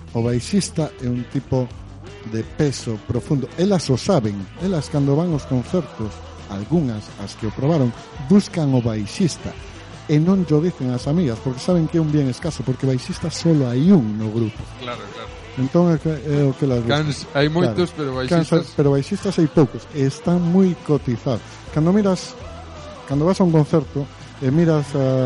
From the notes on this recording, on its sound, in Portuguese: grabado no Bodegón Severo